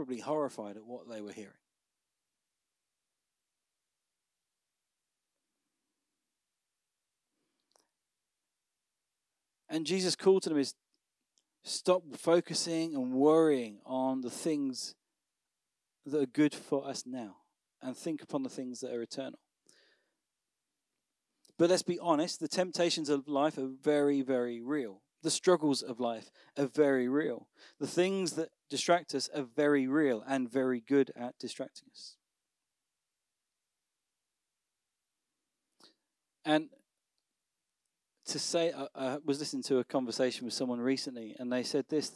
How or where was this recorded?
large echoing room